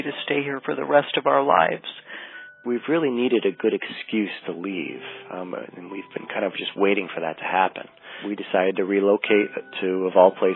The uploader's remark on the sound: These are your answers and phone calls.